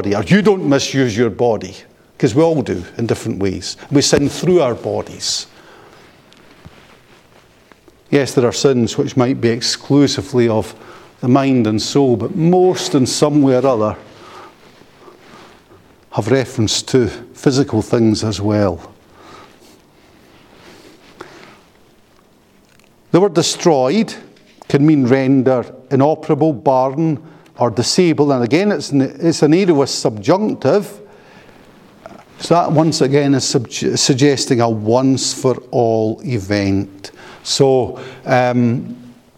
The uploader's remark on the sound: paper delivered at the Free Southern Presbytery Colloquium held in Knightswood Free Church -Continuing-, Glasgow, on Saturday 27 January 2024.